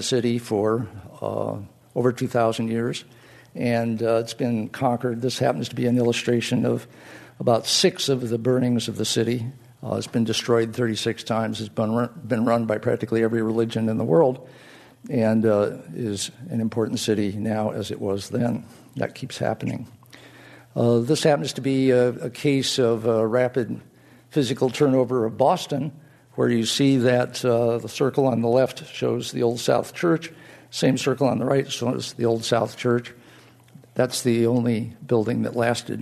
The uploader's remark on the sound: This program was recorded in front of a live audience at The Commonwealth Club on June 14, 2007